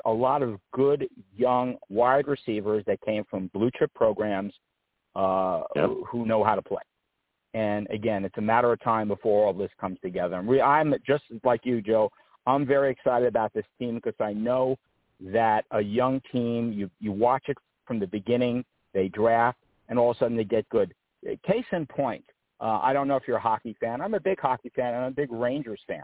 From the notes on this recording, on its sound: Tonight, live at 7pm eastern I’ll be discussing Jets defensive line! I also take live callers!